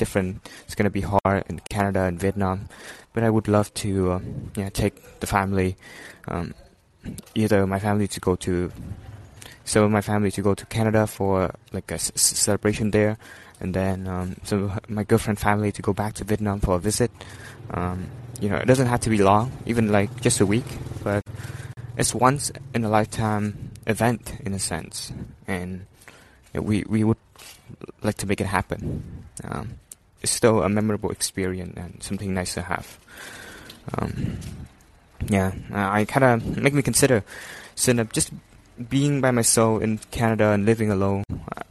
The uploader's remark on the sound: Day 3 in VietNam. Excuse my breathing noises. The thing about walking and talking at the same time i guess.